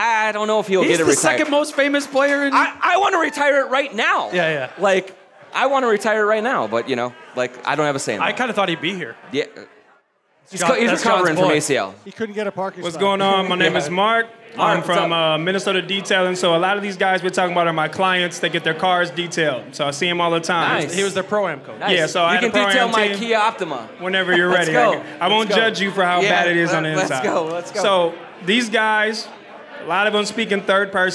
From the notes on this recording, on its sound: At a PACKED Headflyer Brewing. Answer audience questions in front of a large crowd at Headflyer Brewing.